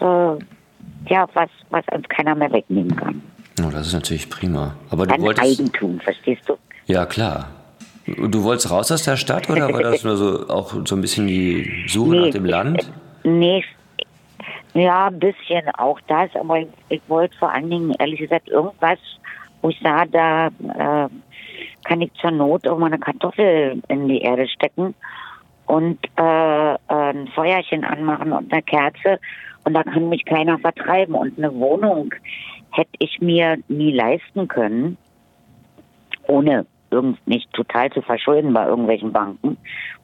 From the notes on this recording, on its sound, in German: ganz remote am Telefon